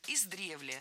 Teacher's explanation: В этом слове ударение ставим на второй слог.